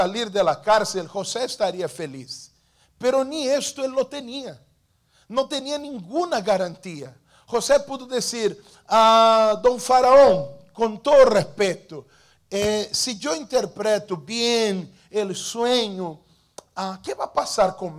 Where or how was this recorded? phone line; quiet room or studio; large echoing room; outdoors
large echoing room